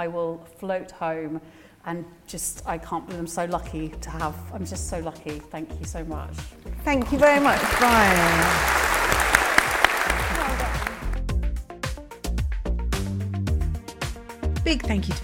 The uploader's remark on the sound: With a live audience at Henley Literary Festival.